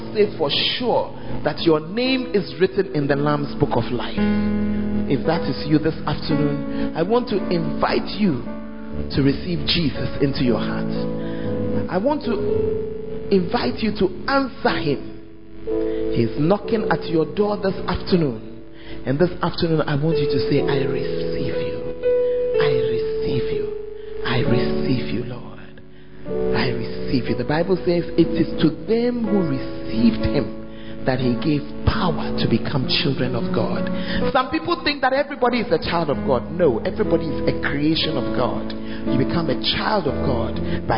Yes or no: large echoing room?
yes